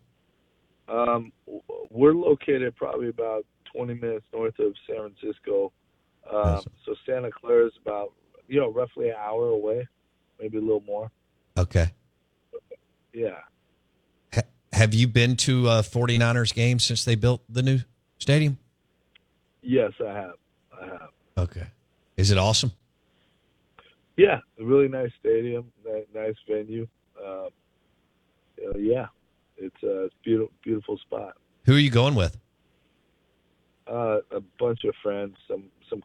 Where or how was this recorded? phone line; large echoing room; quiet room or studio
phone line